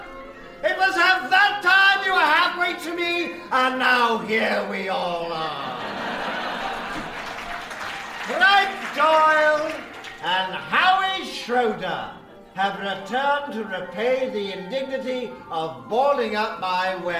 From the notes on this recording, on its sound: Recorded Live 9/10/2010 at Largo, Los Angeles.